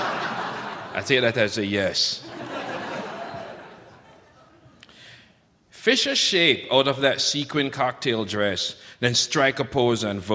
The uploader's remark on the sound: It’s a special live(ly) edition of the DPD, recorded at the historic Fitzgerald Theater in St. Paul, Minnesota.